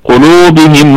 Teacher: مد طبيعي في اللام قلو لأنها مضمومة بعدها حرف الواو، حرف المد، فاتصلت الضمة بالواو ففيها مد طبيعي وصلا ووقفا، يعني دائما قلوبهم وعلى هكذا.